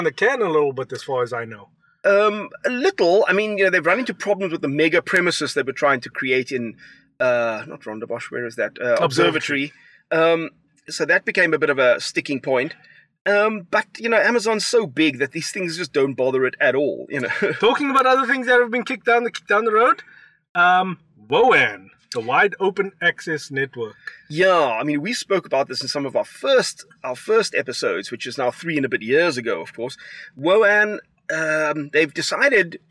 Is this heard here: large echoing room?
no